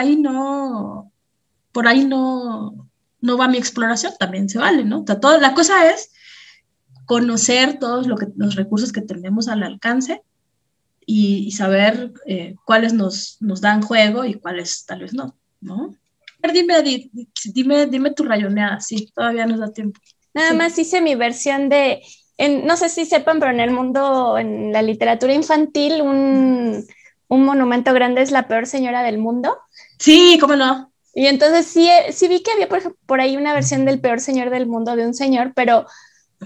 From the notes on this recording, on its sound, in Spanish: Como parte del tercer ciclo del Laboratorio de Escrituras Vivas, en sesión sincrónica vía Zoom.